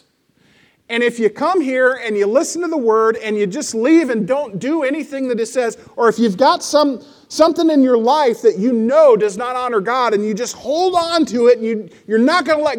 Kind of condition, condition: setting, large echoing room